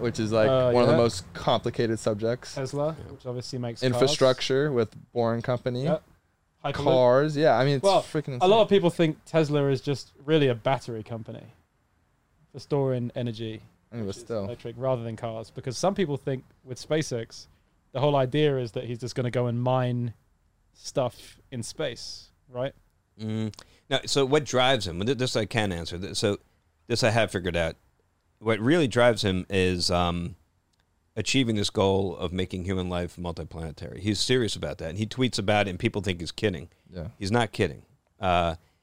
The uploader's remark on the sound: joins the boys in the truck